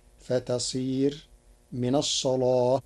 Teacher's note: قرأ ورش كلمة الصلاة بتغليظ اللام لوجود الصاد قبلها